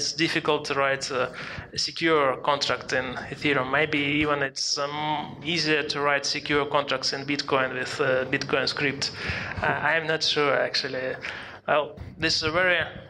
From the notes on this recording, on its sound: Berlin Blockchain Day Panel. A panel at the recent Berlin Blockchain day.